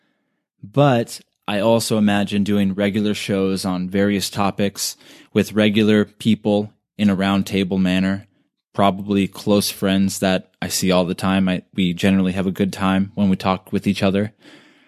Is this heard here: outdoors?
no